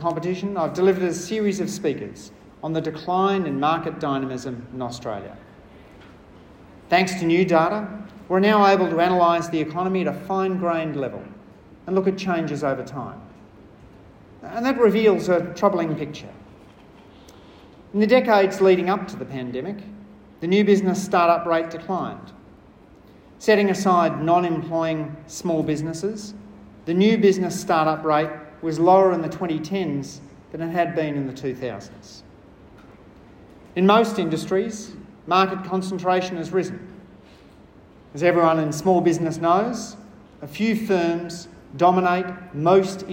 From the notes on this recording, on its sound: I delivered a short speech at the National Small Business Summit on the role of fairness in competition laws.